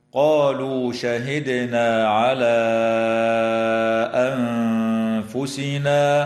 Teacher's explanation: أنفسنا، الدال الساكنة من كلمة شهدنا يجب أن تقلقل وصلا ووقفا، وتمد ألف الإشارة في كلمة على حال الوصل بمقدار 4 أو 5 حركات من قبيل المد المنفصل · وتخفى النون الساكنة عند الفاء مع الغنة مرققة في كلمة أنفسنا